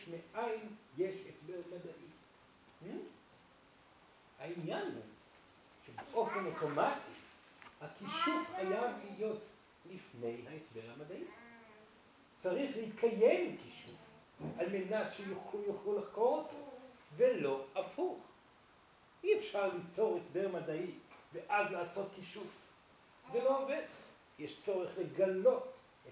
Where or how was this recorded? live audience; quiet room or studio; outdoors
live audience